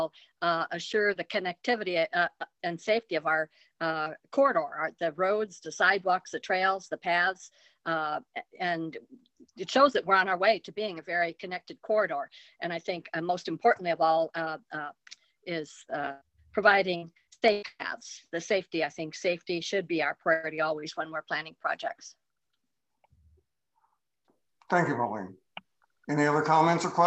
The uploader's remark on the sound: Zoom meeting